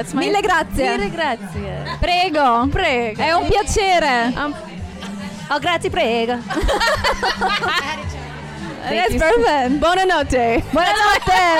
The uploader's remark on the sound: We are once again recording live from The Social Study at their monthly womxn's event That's What She Said ! We are once again recording live from The Social Study at their monthly womxn's event That's What She Said !